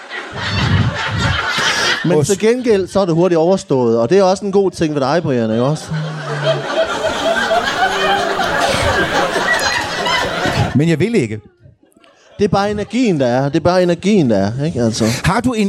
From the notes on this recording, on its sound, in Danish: LIVE fra Ramsømagle. Ugens afsnit er optaget i Ramsømagle forsamlingshus foran et episk publikum.